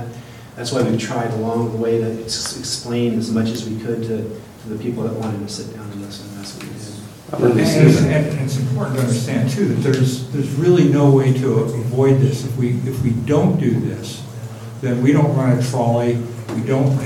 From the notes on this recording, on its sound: Live Recording of Astoria City Council, 11/5/18